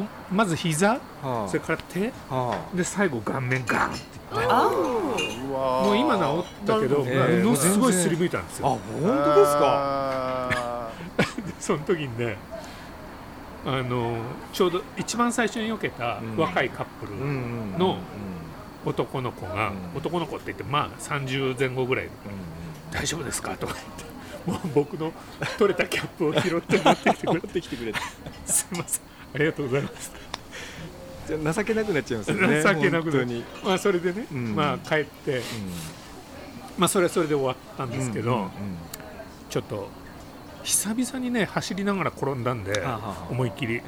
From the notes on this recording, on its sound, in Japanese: 忘年会を兼ねて12月に某カフェのテラス席で収録した。ワインもかなり進んでいますが。